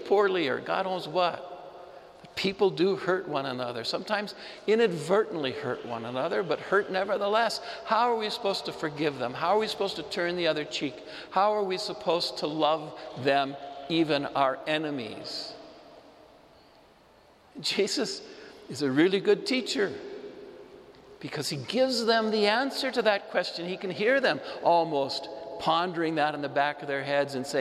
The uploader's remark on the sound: Homily delivered to the Saint Francis Assisi Catholic Community in Cuenca, Ecuador, Iglesia de San Francisco